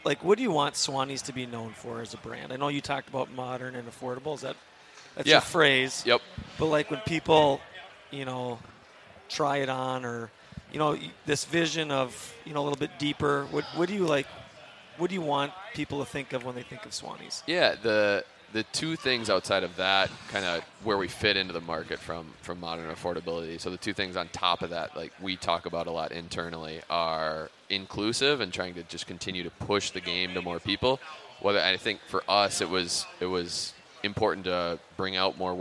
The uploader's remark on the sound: The Break80 Podcast is back on stage at the Minnesota convention center for another year live from the Minnesota Golf Show